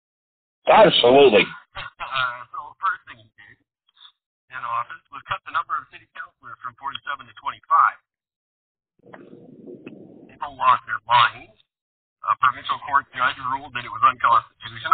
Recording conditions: poor sound quality